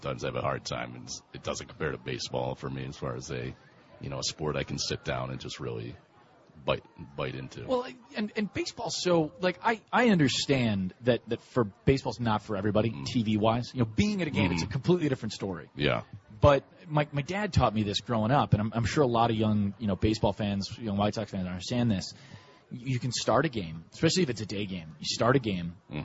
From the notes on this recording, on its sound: live from SoxFest 2017